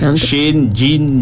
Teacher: Shin ni di mana tempat dia keluar dia tu? Dia lidah tengah. Tengah-tengah lidah.